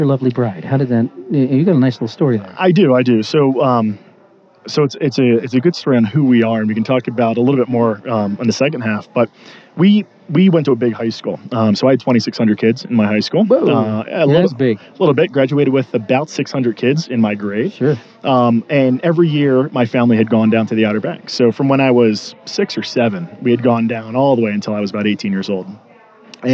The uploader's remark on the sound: Live From The Denver Press Club. This radio program/podcast includes a 30-minute meet-and-greet session, then a one-hour recording of the show.